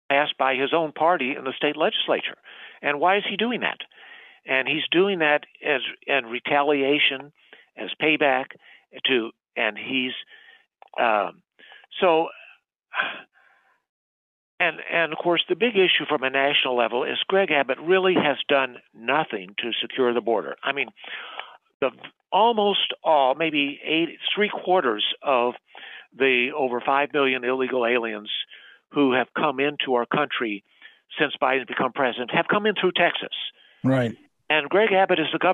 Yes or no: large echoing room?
no